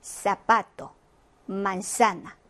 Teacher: 뻔데기 발음 혹은 편하게 S 발음 해주시면 되겠습니다.